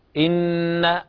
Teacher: إن هنا حرف أغن مشدد يغني مقدار حركتين